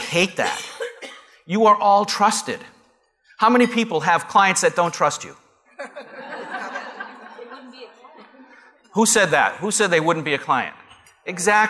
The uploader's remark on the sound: Live Broadcast at the The IPBC IGNITE Conference.